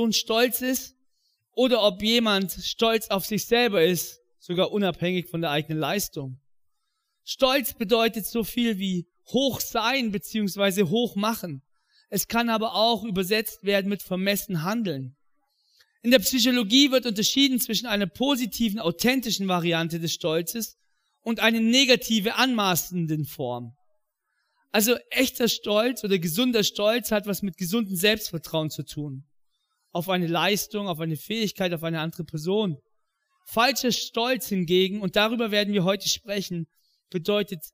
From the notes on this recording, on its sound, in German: in der Life Church Ansbach